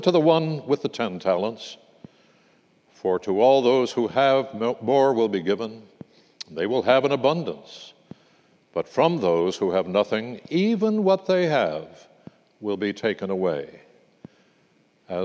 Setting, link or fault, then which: setting, large echoing room